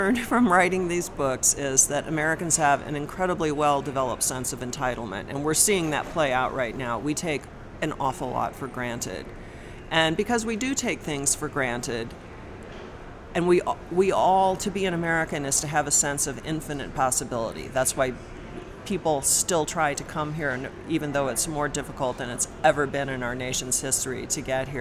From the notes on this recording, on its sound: recorded in Denver during the Great American Beer Festival